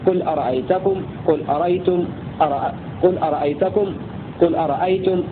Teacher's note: قرأ بعض القراء بتحقيق الهمزة